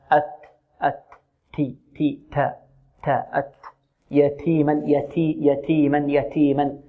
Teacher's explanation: والتاء تخرج من طرف اللسان مع الحنك الأعلى، أت أت تي تي تا تا أت، يتيما يتي يتيما يتيما، الهمس موجود في التاء سواء كانت ساكنة أو متحركة